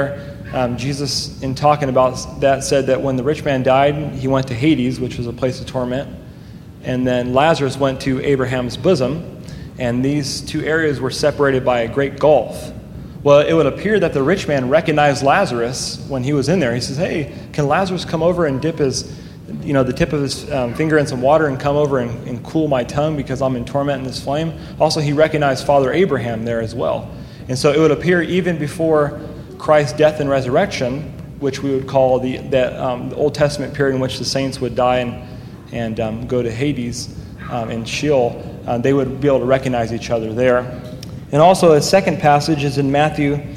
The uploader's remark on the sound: during a live Q&A session at Calvary Hanford